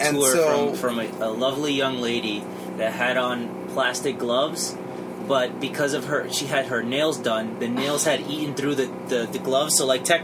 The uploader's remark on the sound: Please excuse the noisy audio, as this episode was recorded in an RV with the A/C on during EDC 2021.